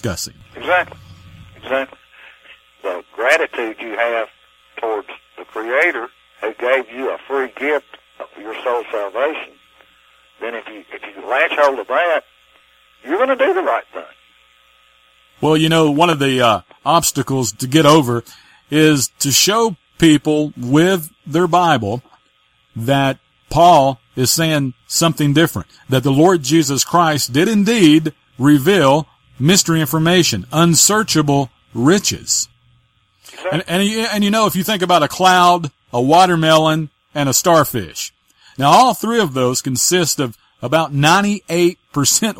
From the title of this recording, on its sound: LIVE CALL